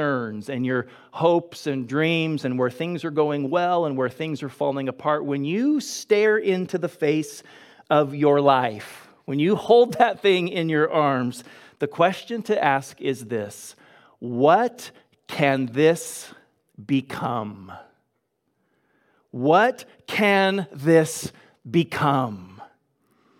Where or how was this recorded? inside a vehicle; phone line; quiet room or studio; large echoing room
large echoing room